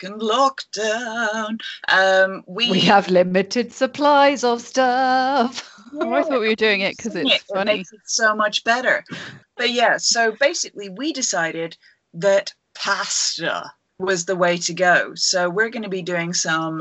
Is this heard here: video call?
yes